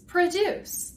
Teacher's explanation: But the verb form is produce. The stress is on the second syllable, produce.